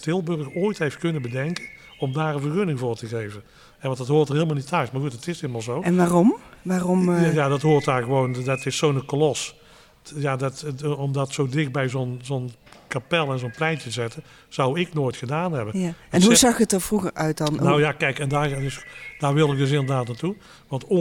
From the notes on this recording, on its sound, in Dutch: Opname: 1 november 2022, tijdens de nationale Klimaatweek in de Stadskas, LocHal in Tilburg.